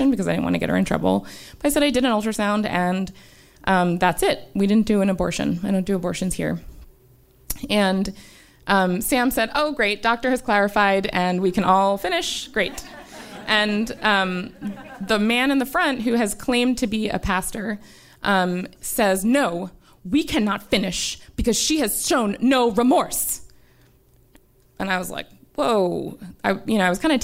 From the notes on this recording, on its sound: featuring the stories from our June 2018 show at Caveat in New York City, as part of the Underground Science Festival